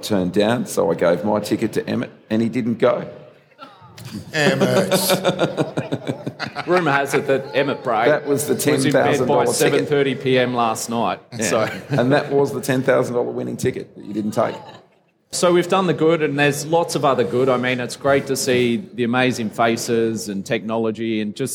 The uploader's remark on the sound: Live from All Energy Australia